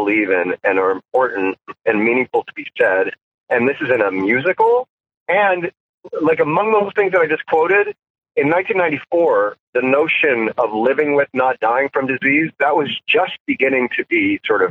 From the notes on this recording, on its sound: via the world's shoddiest phone connection.